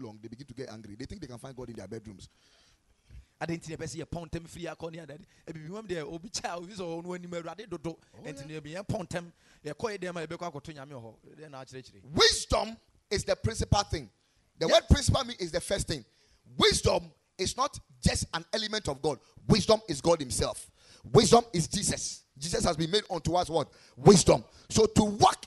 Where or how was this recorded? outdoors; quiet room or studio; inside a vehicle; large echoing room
large echoing room